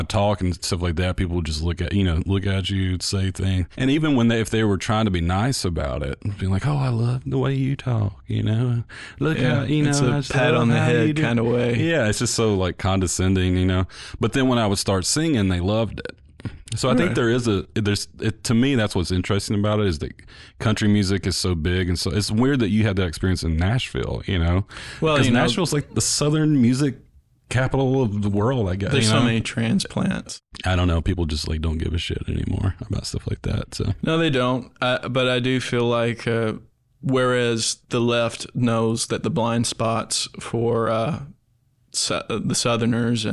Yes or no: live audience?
no